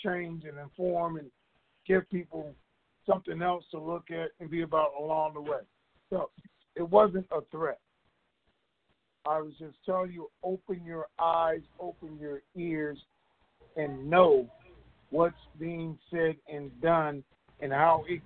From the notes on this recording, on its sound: TNTSuperfantastic Conference Call.